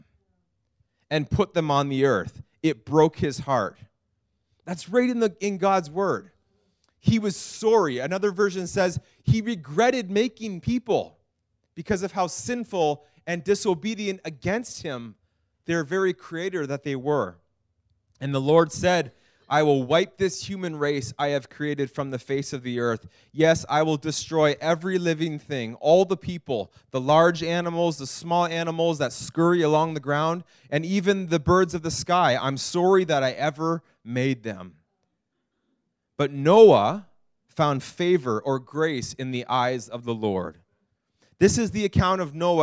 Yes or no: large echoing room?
yes